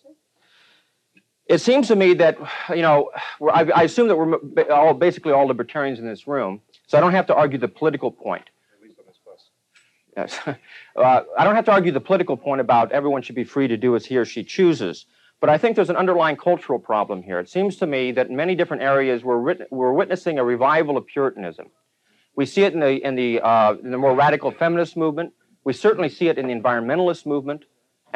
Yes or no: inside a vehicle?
no